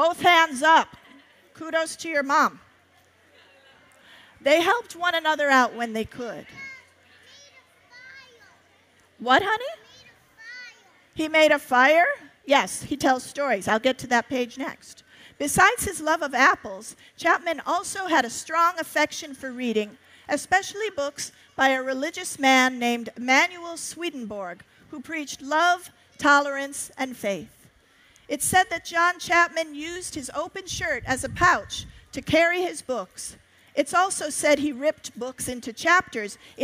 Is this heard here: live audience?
yes